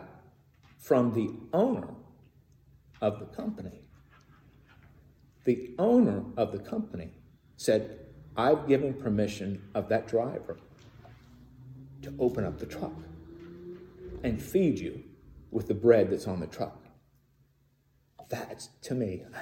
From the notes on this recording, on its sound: Recorded in the sanctuary of MPPC on Sunday, January 9, 2022